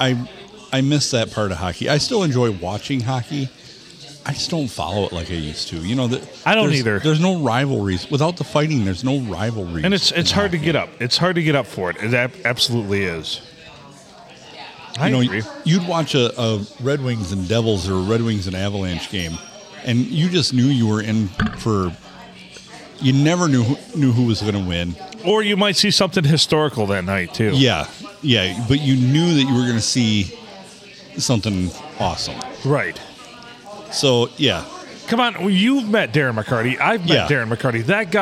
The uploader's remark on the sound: Recorded on a Monday night and the Blue Water Sports Bar and Grill.